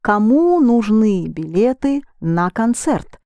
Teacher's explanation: will you please accent the ending of needed in the plural?